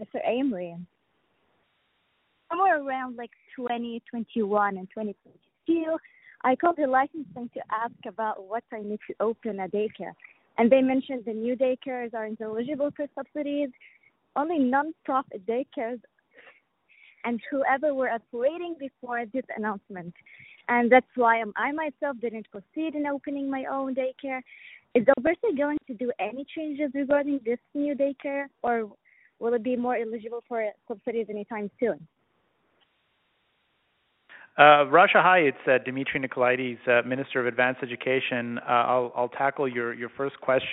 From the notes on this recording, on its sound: Affordability Telephone Town Hall. Held an interactive telephone town hall.